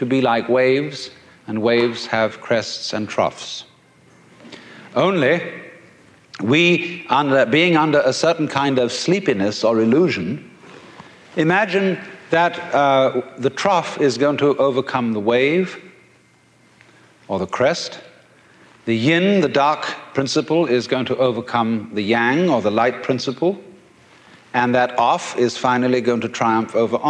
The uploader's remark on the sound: A remarkable public lecture. At the Avalon Ballroom (usually the scene of wild rock concerts) for a 'Zen-efit' put on by the San Fransisco Zen Center. 'big hall' recording. Fittingly opened by the dynamic resonance of chanting Buddhist monks, chimes, and gongs.